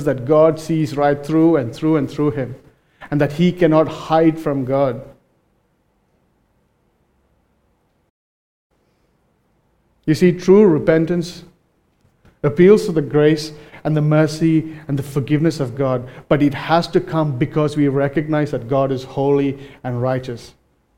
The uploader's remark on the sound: Recorded live at Grace Community Bible Church.